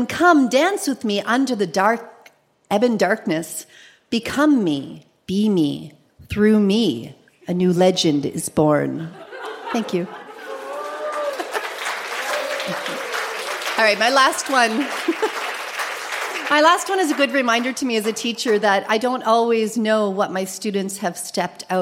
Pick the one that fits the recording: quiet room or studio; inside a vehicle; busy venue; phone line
busy venue